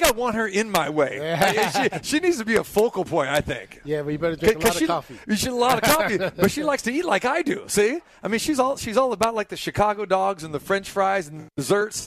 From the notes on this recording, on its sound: Live from Restore Hyperwellness